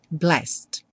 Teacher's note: vai direto também, do S direto para o D